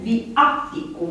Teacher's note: vom spune viaticum, adică cu accentul pe antepenultima.